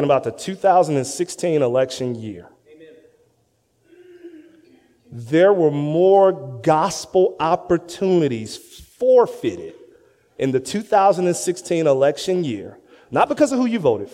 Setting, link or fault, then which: setting, large echoing room